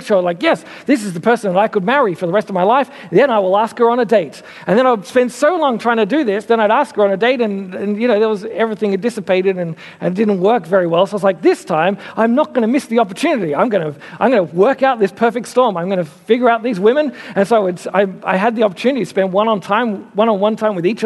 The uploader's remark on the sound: Originally preached at Mitcham Baptist Church in 2015